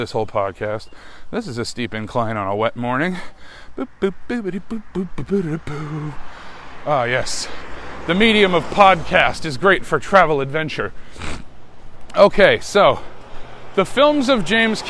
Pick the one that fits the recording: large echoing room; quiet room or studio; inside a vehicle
inside a vehicle